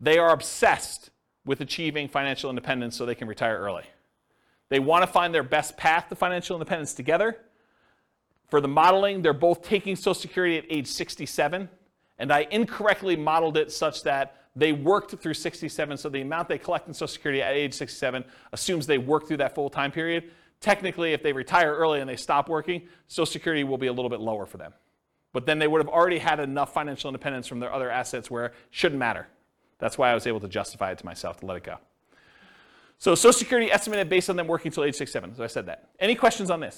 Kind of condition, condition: setting, live audience